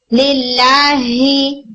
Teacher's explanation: रहे, लिल्लाही आप मखरज से ही यूज करें बट यू नो आपने उसकी साउंड को कंट्रोल कर लिया, वो मुंह से बाहर नहीं आ रही, लिल्लाही एयर भी बाहर नहीं आ रही, तो वो फिर हा वीक लगने लग जाता है । समटाइम्स स्टूडेंट्स इसको मोटा करने लग जाते हैं, ठीक है